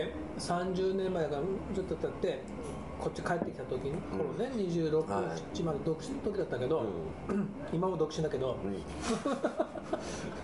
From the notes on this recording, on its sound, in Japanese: ご近所の居酒屋「癒」でのゲリラ収録です